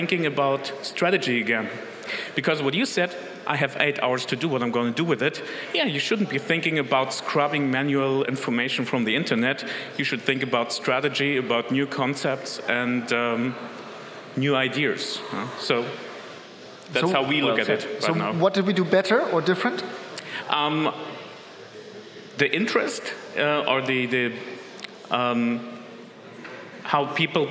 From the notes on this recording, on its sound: our main stage recording, powered by Duetto